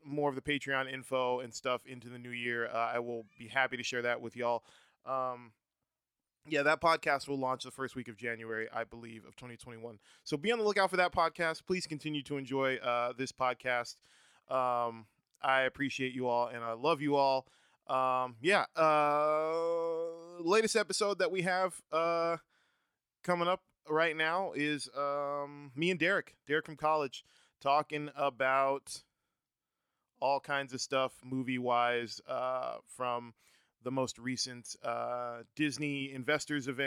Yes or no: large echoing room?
no